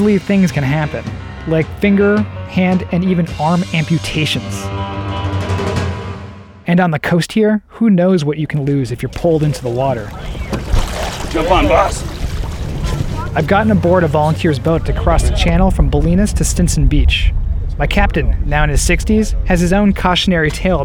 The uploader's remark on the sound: In this week's Audiograph we head to the mouth of the Bolinas Lagoon.